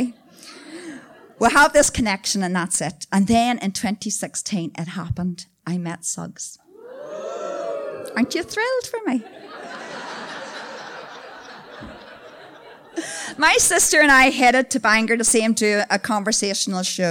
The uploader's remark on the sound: Black Box. The audience is in fine voice. Tenx9 is a live storytelling event.